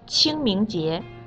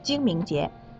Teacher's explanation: 区别是七是送气音，而鸡是不送气的，所以读出来应该是清明节，不是精明节。我明白了。不过，精明是什么意思？嗯，精明，精明啊，就是说人非常聪明，是一个形容词。比如说，我们可以用这个词来形容商人。嗯，比如精明的商家常常会利用节日促销来吸引顾客。嗯，啊哈，那我也很精明啊，我从来不上他们的当。一